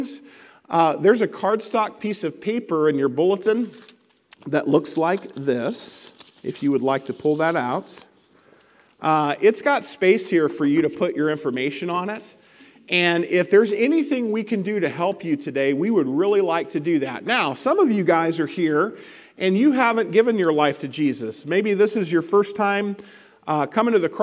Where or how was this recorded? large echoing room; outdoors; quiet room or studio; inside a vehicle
large echoing room